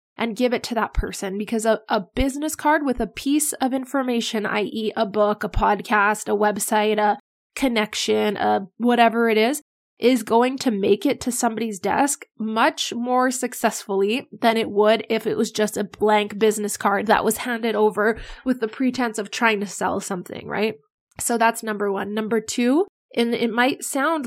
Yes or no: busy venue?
no